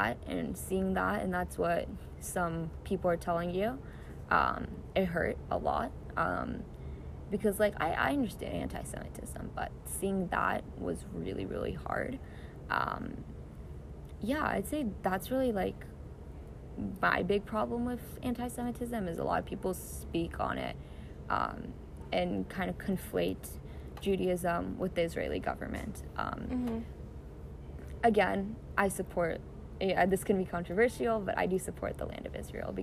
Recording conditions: background noise